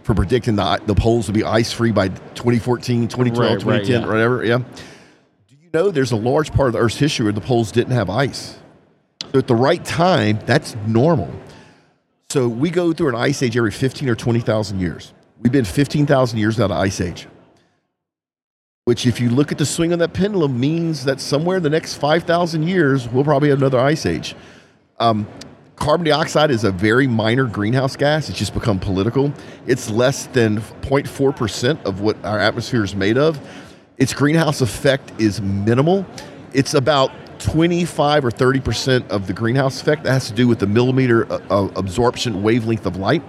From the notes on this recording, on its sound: recording live at the Offshore Technology Conference